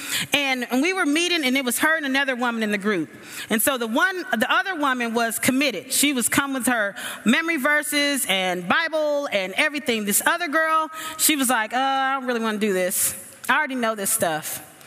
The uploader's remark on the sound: The following audio comes from the National Disciple Making Forum by Discipleship dot org. We had some great MainStage speakers.